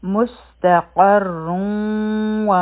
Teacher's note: غنا څه ته وایي؟ یعنی مونږ به خپل آواز پوزې ته بوزو او دوه سیکنډه ټایم به ورله هم ورکړو